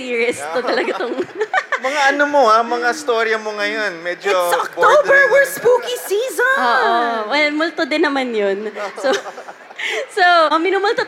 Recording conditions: live audience